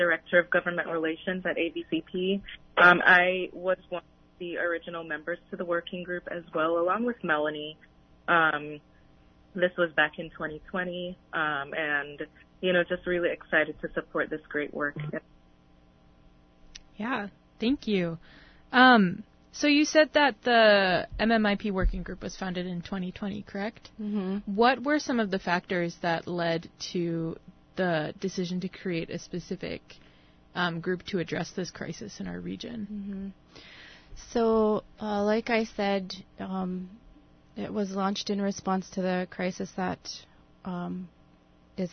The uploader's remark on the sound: On the phone. In the studio are.